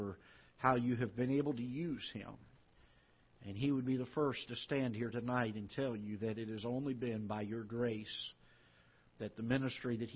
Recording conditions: large echoing room